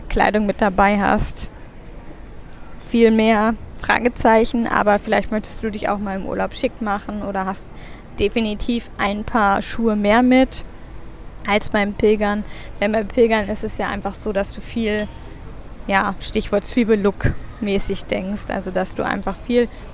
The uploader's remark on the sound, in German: Aufgenommen am Flughafen in Istanbul.